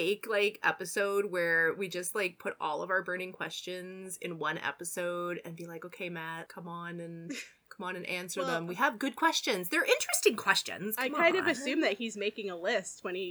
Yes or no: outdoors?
no